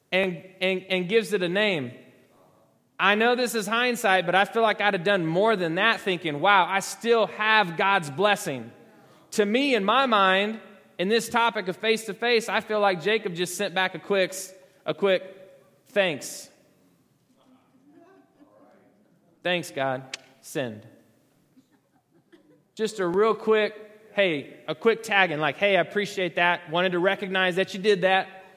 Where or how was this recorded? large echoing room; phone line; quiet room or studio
large echoing room